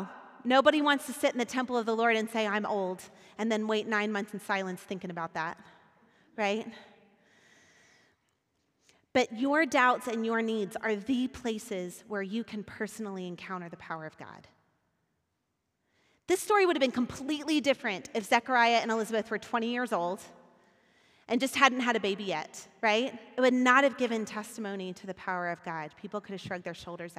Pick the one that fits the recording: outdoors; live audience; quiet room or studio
live audience